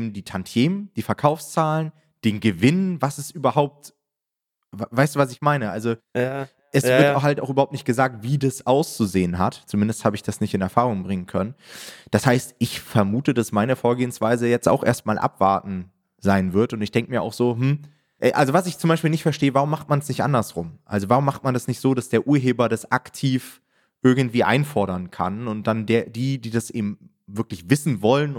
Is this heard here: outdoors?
no